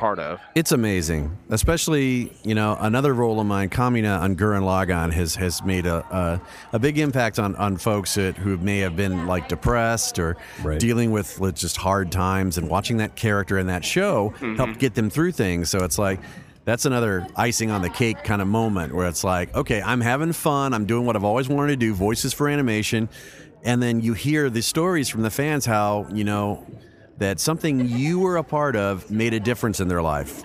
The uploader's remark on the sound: Dream Con 2019. While recording at Dream Con.